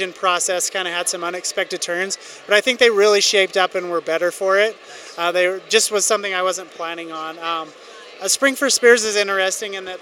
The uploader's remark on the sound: Author Interviews Live From FanX